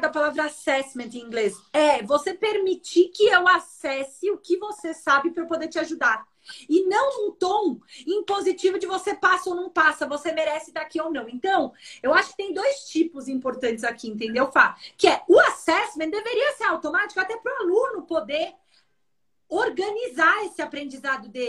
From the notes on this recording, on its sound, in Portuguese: originalmente uma live realizada no instagram da SOMAS